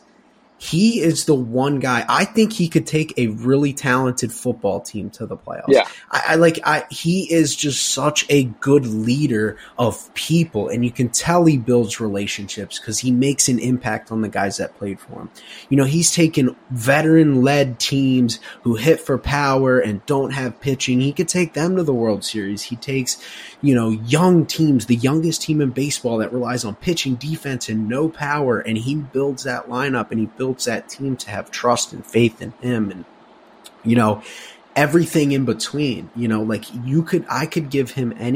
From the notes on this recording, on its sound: Coming live from the Honda Accord